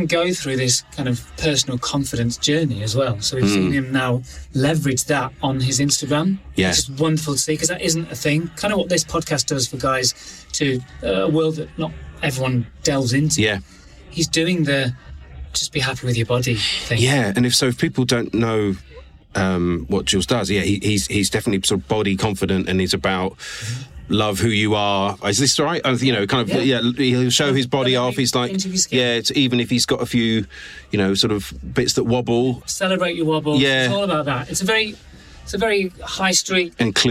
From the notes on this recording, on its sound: This was the first time I ventured out of my own home studio to meet the guests in person. Sorry about the background noise in the members club!